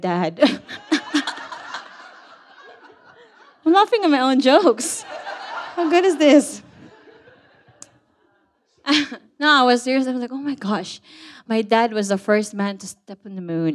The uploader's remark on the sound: A collection of stories recorded live at SPUN Turning 50 at Brown's Mart 2022.